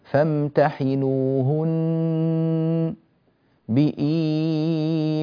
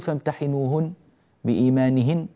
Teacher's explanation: فهذه النون المشددة يعتنى بالغنة فيها ومقدارها طويل · Shown in: first take · فالغنة التي نأتي بها في هذه النون وصلا نأتي بها